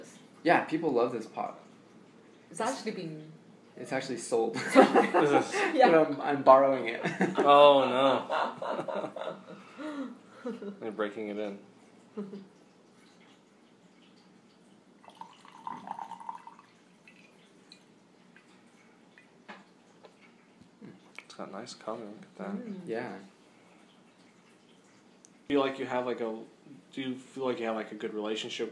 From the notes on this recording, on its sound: The audio will not be as nice, I think I recorded it with my phone.